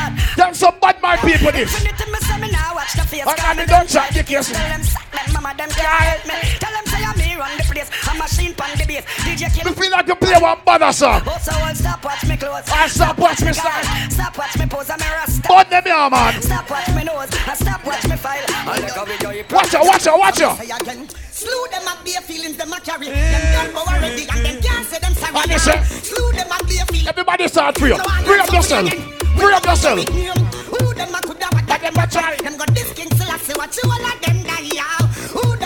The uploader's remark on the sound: LIVE AT OUTSIDE 5TH AUGUST 2022